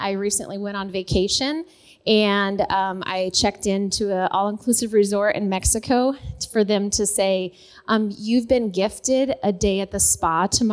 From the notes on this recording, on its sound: LIVE at the Living in Conference. The women's conference was a huge success.